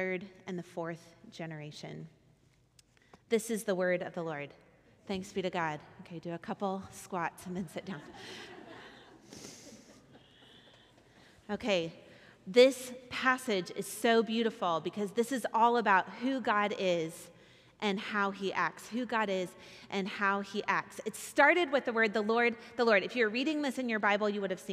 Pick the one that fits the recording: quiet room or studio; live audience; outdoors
live audience